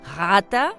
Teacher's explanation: rata, que ellos pronuncian así con la R arrastrada